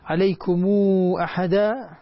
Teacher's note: صلة ميم الجمع بواو مع المد المشبع ست حركات